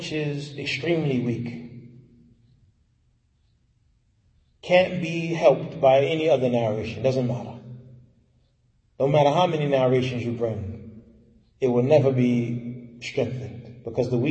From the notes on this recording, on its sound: Lecture given at Masjid Nur Allah, Queens, Ny